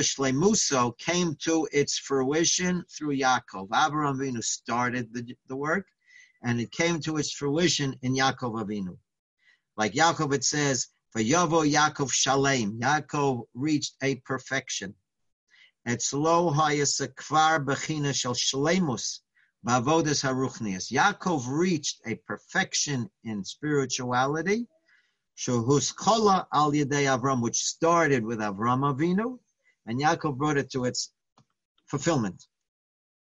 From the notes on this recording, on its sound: Live On Zoom: 7-12-2020.